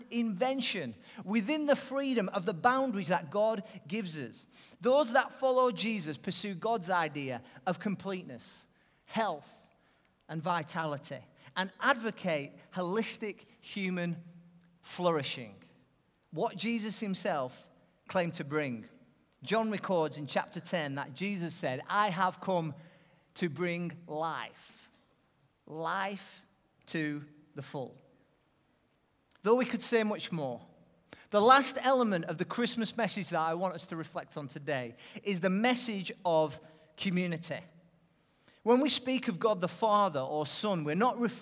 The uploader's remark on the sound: Recorded live at Life Church Lancashire on Sunday 20th December 2015.